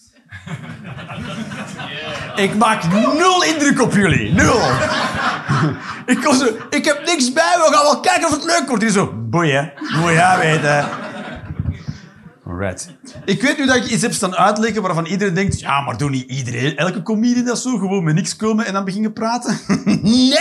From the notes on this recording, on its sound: Live 15 November 2023, Kargadoor, Utrecht.